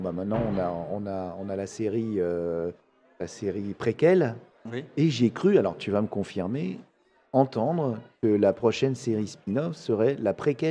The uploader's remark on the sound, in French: Cet épisode a été enregistré dans les conditions du live pendant le festival du podcast, Podrennes. Cela s’entend dans les bruits de fond du podcast, mais cela ne le rend que plus vivant.